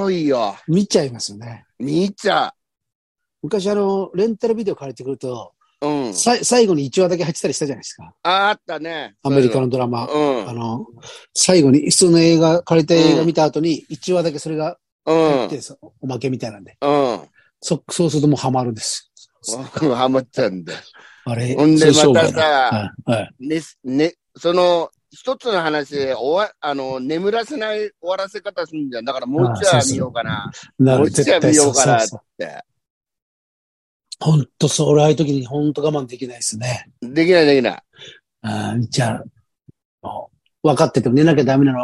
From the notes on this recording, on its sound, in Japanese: ZOOMで収録